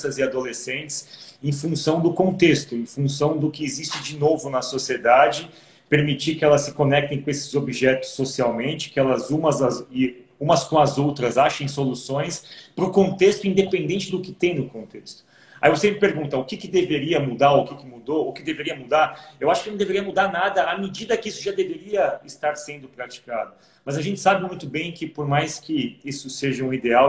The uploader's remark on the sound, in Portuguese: originalmente uma live realizada no instagram da SOMAS